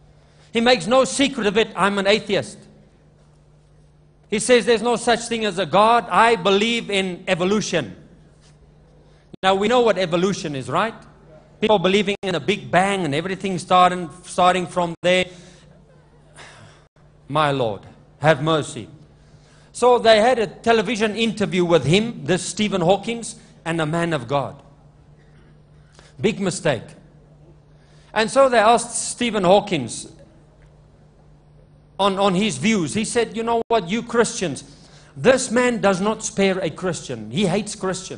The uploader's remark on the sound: LIVE MID WEEK SERVICE| ECG CHURCH